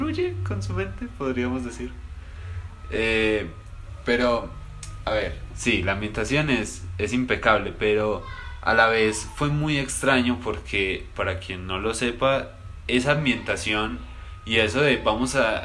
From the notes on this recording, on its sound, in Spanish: Queremos pedir perdón ya que cerca del lugar donde grabamos un grupo de insensatos pensaron que era buena idea hacer una fiesta de mas de veinte personas en la calle en tiempos de pandemia, a consecuencia de ello en este episodio se escuchan algunos ruidos de fondo que fueron imposibles de editar.